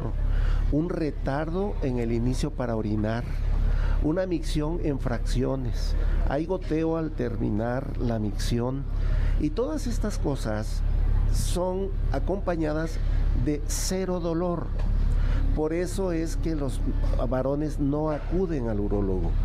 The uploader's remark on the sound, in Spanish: Acompáñanos en nuestra transmisión en vivo desde el Parque Morelos en la Colonia Escandón celebrando el quinto aniversario de Amores de Garra.